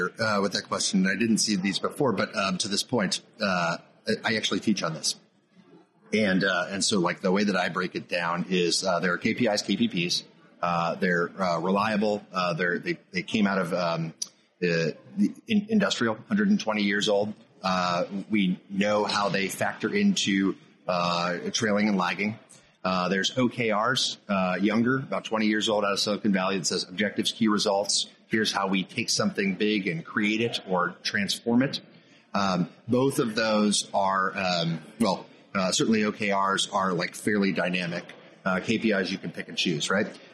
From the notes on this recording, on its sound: discussed with us at AFCEA West